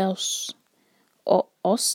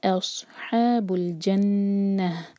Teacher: الف کو ہیوی نہ ہونے دیں، صاد کو ہیوی کرنا ہے · Shown in: second take